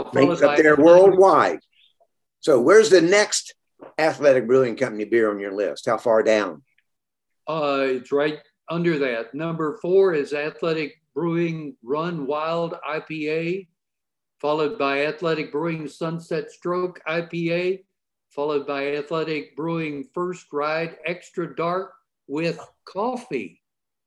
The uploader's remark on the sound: Episode recorded via Zoom.